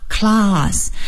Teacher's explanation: 英式英语的读法呢，它是 A 读成啊